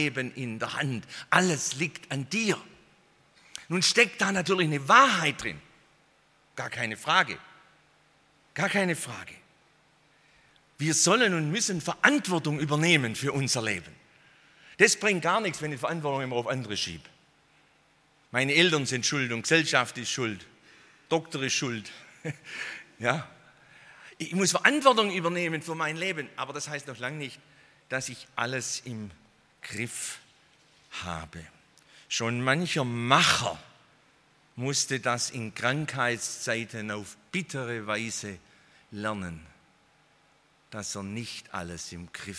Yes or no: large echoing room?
yes